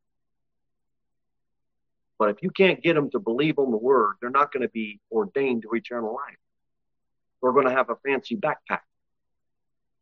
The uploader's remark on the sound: Sermon delivered at Pilgrim Baptist Church on Thursday, August 10, 2023, at 6-15 pm. Pilgrim Baptist Church, located at 229 W. Jere Whitson Rd. Cookeville, TN 38501.